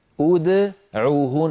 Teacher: دال ساكنة مقلقلة قبلها ضمة وبعدها ضمة، ما يصح ولا يصح أن أقول أدعوهن فأضم شفتي عند نطق الدال المقلقلة متأثرا بالضمة التي قبلها أو بالتي بعدها، لا يصح، بل علي أن أسكنها مقلقلة هكذا أدعوهن ثم أعود فأضم مرة ثانية من أجل العين أدعوهن.